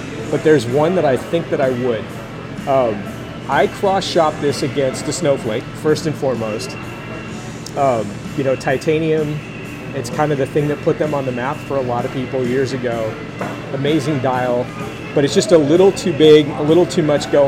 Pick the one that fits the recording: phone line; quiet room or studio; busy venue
busy venue